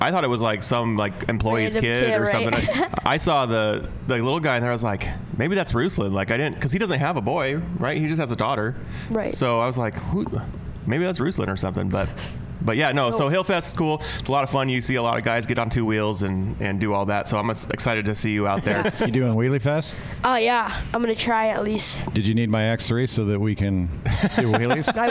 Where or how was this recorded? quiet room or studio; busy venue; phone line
busy venue